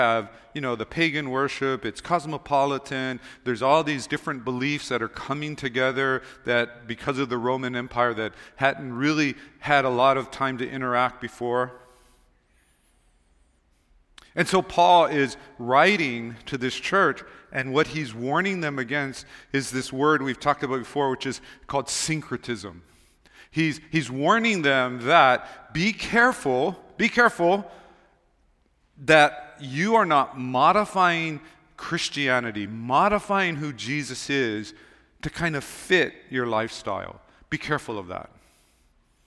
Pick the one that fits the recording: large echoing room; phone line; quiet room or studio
large echoing room